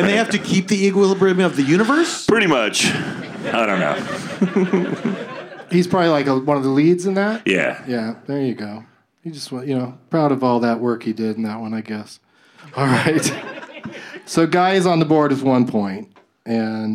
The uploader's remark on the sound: Live from the Dynasty Typewriter